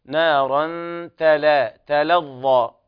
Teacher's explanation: ويلاحظ هنا ترقيق التاء واللام لمجاورتها حرف الإطباق وهو الظاء. نارا تلظى، كذلك الظاء تفخم والألف التي تليها.